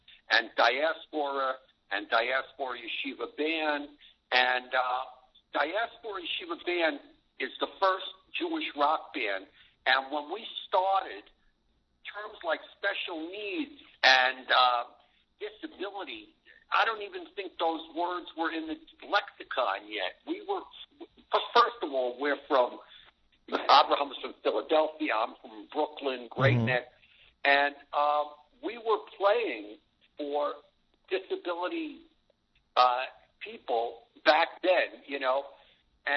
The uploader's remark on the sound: On this week's Z Report LIVE. Will phone in to talk to us.